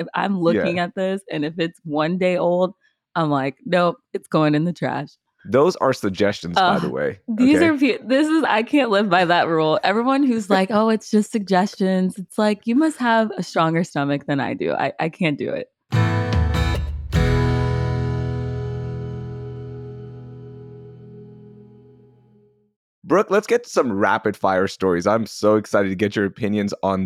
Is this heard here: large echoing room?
no